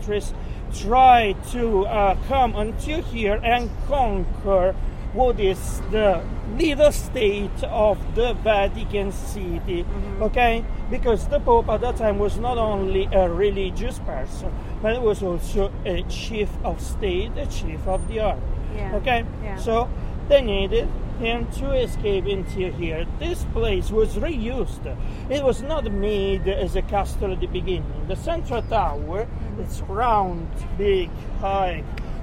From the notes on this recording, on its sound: Golf Cart Tour of Rome at Night. Sets off on a night tour of Rome by Golf Cart describing the captivating historical sights, sounds, and fascinating people in this incredible city.